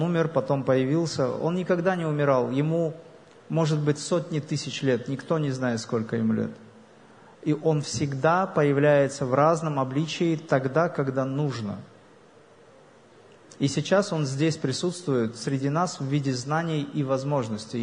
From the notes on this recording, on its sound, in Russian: лекции, прошедшей в Баку на международном фестивале духовных и телесных практик "Nine Senses Fest"